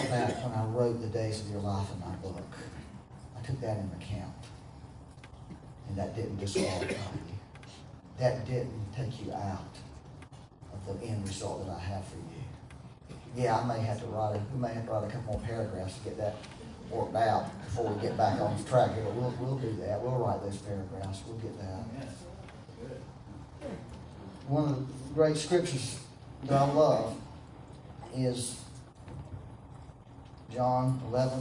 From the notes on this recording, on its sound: Once again, we had technical difficulties. As a result the sound quality is not so good.